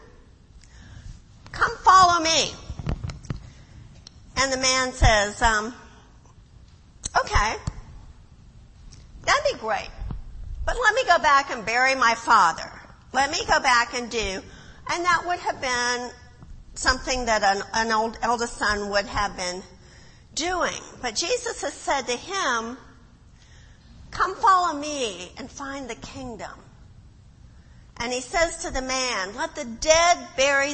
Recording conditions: large echoing room